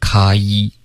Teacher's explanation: kind of 的这个卡一双元音再滑动的饱满一点